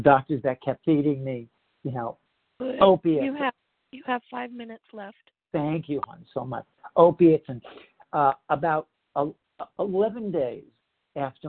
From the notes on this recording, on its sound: the 100 Pounders Phone Meeting on 10/9/20